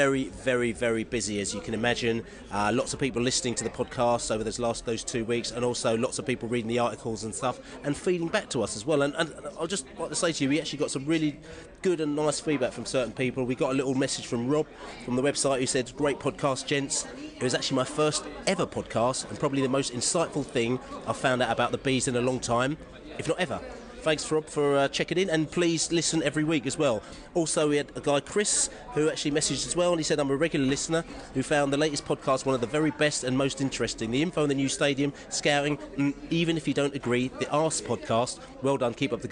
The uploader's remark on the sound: Pre-match podcast from the pub. Fans in the pubs discuss MK Dons and Hull matches.